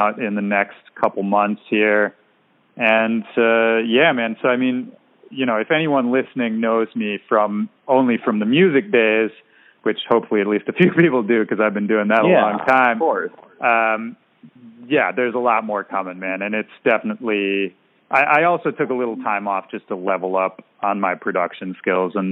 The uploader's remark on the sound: Checking in via phone from San Diego.